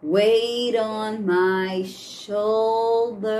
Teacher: quando a gente unir wait com on. Esse T aqui vai ficar com som de R.